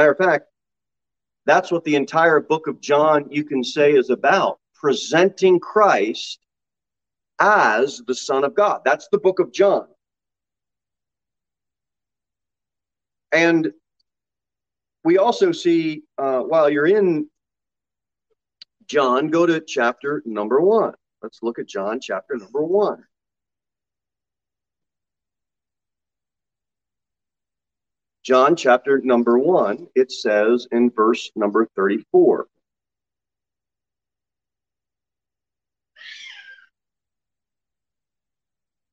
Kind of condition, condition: setting, large echoing room